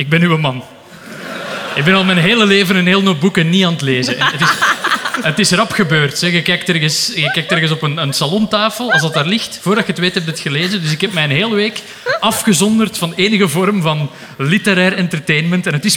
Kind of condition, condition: setting, live audience